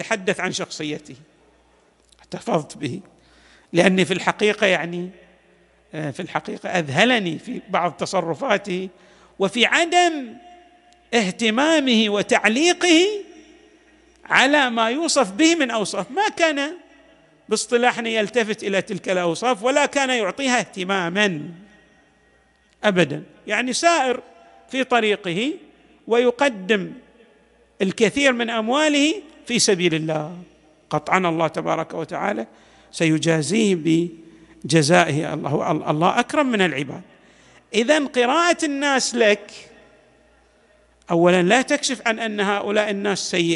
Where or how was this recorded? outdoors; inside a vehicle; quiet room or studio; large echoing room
large echoing room